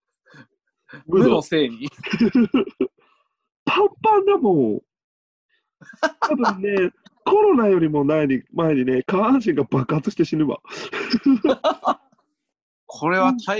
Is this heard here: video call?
yes